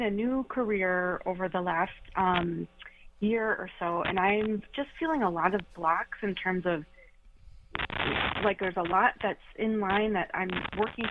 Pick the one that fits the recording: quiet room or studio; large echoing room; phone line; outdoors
phone line